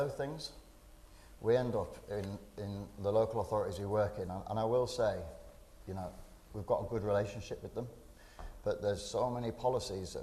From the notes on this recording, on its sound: recorded live as part of a breakfast briefing session at UKREiiF in Leeds in May